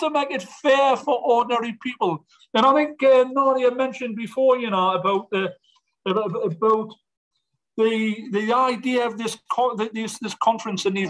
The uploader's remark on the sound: An Online event from the Labour Assembly Against Austerity at Arise Festival 2022.